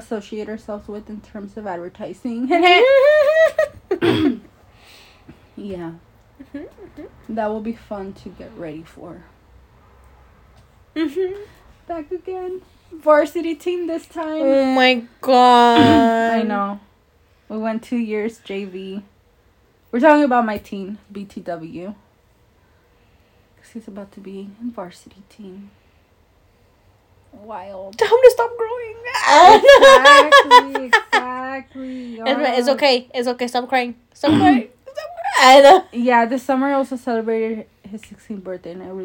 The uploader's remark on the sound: trigger warning: loud noises and loud loling